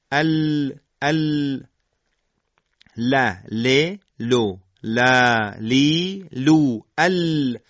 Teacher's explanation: حرف لام از اتصال نوک زبان که به اون میگیم ذلق یا ذولق اللسان با ذال، با مرز بین لثه بالا و گودی سقف دهان، یعنی اون برجستگی عقب لثه دندانهای ثنایای بالا، حرف لام ادا میشه